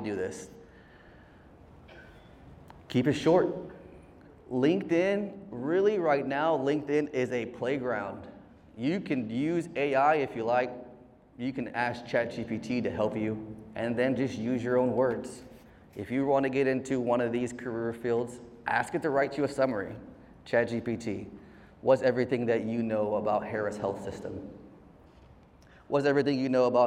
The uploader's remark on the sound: A heartfelt speech delivered by our very own host at the Medical Center's "Veterans, Red, White, and You" event.